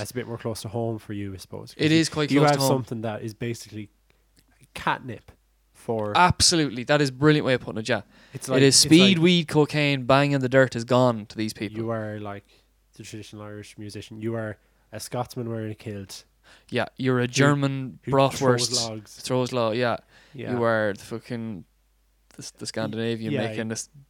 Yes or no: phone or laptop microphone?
no